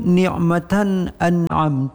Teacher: tanwin bertemu dengan alif, tidak didengungkan karena di sini dengan idhar halqi